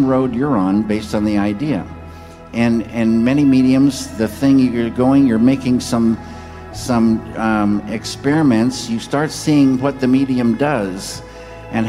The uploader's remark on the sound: 2006 talk at the Majestic Theatre, Boston